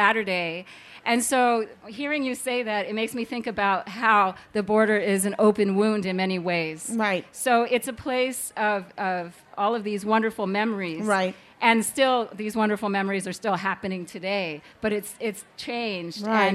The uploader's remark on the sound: 30 Minutes features a panel from the 2017 Tucson Festival of Books.